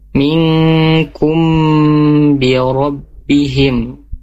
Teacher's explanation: mim bertemu ba ikhfa syafawi, harus ditahan dua harokat, jangan sampai tidak ditahan